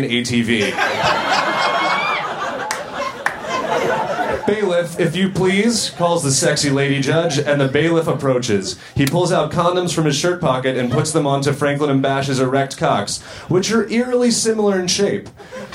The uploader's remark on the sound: Recorded at Union Hall in Brooklyn December 28, 2014.